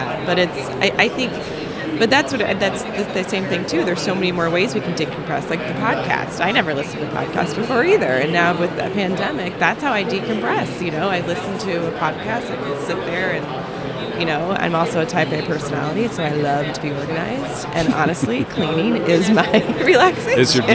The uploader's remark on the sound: Live from #IMEXAmerica.